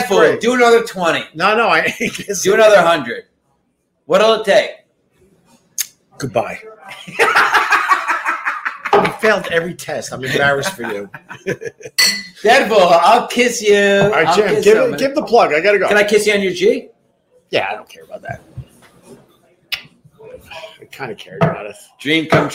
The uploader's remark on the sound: Recorded at Tuesdays at Gebhards